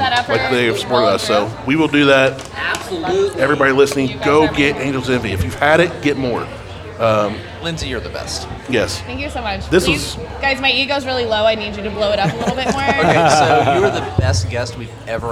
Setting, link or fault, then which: setting, busy venue